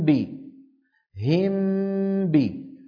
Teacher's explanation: صوت الميم مستقل عن صوت الباء يشبه الإظهار. هم بي، الشفتان انطبقتا طبقة واحدة على ميم وعلى باء يشبه.